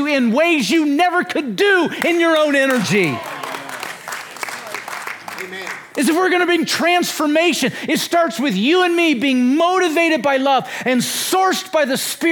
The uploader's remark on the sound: This is from the WED Evening session from the 2023 conference.